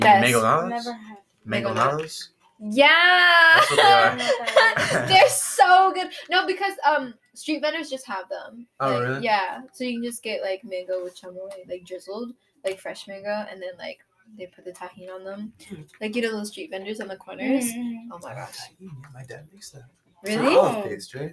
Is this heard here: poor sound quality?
yes